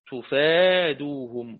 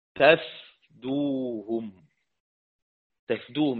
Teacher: حذف المد يلزم منه سكون الفاء، وإثبات مد الألف يلزم منه فتح الفاء · Shown in: first take